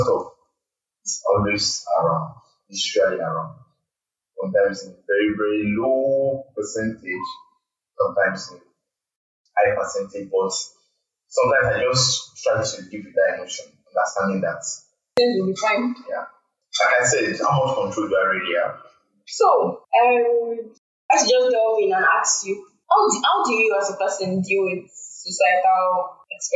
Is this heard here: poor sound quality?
yes